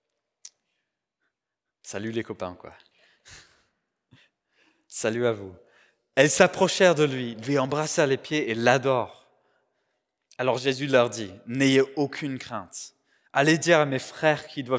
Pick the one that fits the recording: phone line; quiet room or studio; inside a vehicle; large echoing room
large echoing room